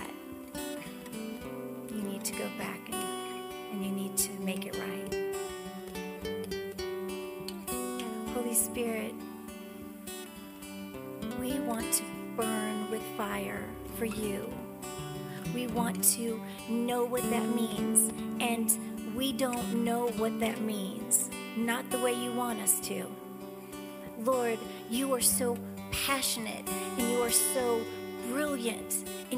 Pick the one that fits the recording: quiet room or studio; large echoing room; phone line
large echoing room